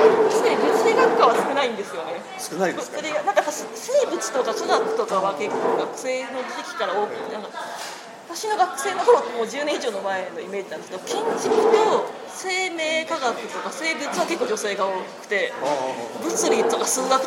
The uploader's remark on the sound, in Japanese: 録音場所の関係で周囲の音が大きく、聞き取りにくいところがあるかもしれませんが、ご了承ください